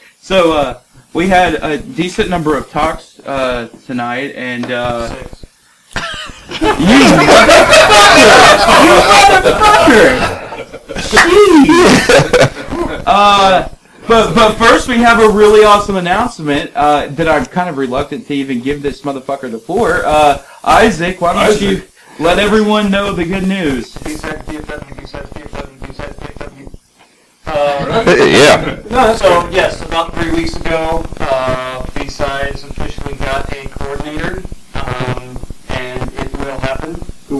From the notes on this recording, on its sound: Apologies for the first few minutes of audio; we had some technical difficulties. The Dallas Hackers Association's monthly after party/podcast.